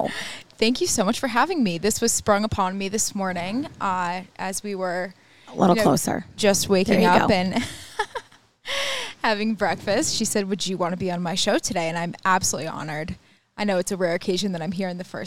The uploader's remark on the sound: This week's episode was recorded live on tape from Prime at Saratoga National